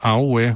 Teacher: The word for hand is awe, which is low-high-low.